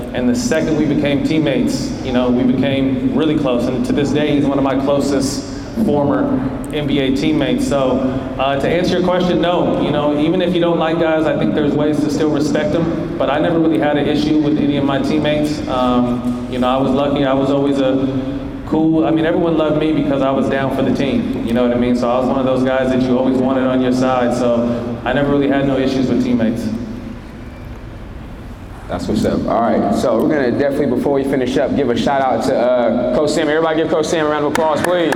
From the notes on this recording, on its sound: joins us live at his basketball camp